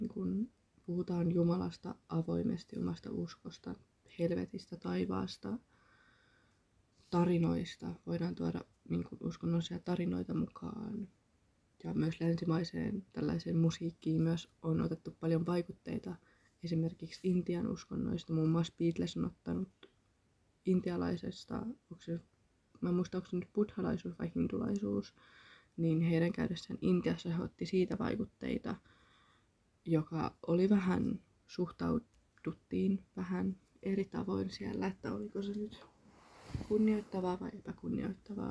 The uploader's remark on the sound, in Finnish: Pahoittelut hiljaisesta puheesta ja yleisesti mahdollisesta huonosta laadusta, tää oli varmaan 7 kerta ku äänitän tätä jaksoo ja sekin tapahtui hyvin myöhään yöllä.